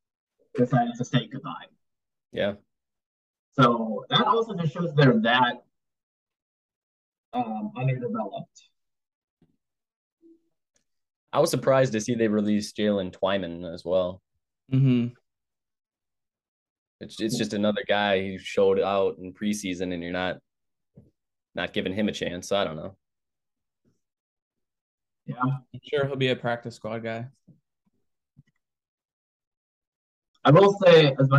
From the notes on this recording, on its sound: First episode recorded via zoom.